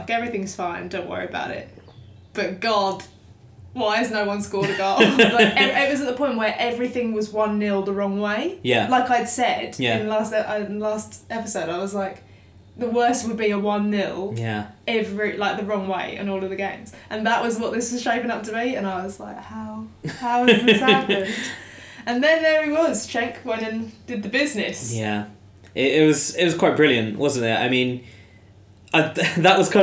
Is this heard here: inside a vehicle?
no